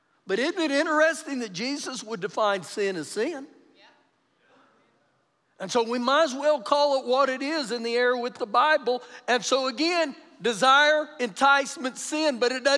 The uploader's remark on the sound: Recorded live during our Sunday morning service